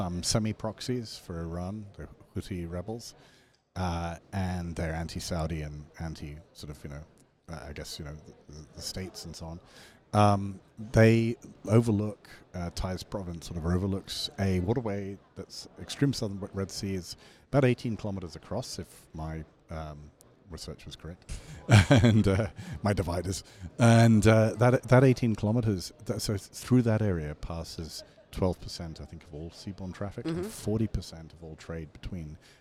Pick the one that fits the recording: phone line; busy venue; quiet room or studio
busy venue